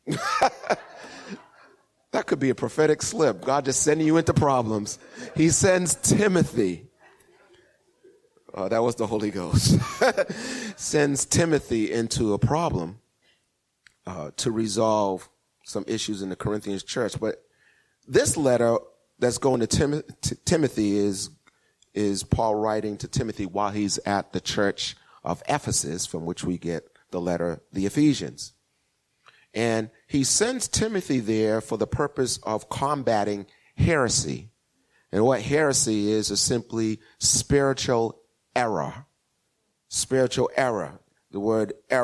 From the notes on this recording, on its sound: Recorded 2016-02-07 08:30am Service